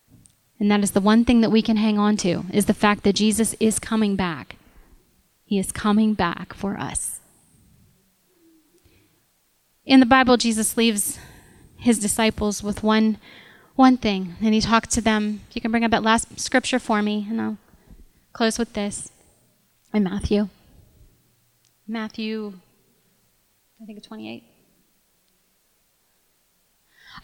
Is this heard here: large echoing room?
yes